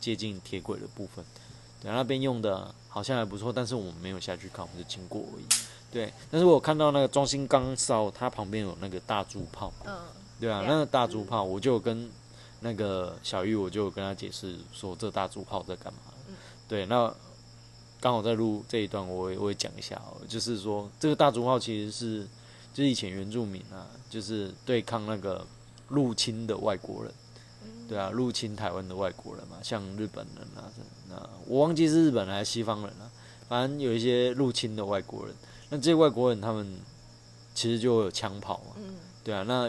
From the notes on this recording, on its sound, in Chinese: 鐵路環島從台東到鹿野。由於會是在旅程途中錄製。錄音品質上麻煩大家多多包涵。